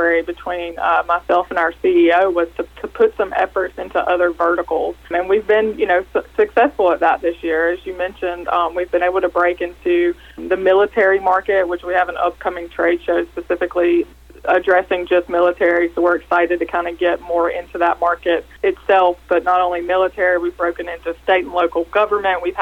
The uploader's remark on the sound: called in to SmallCapVoice.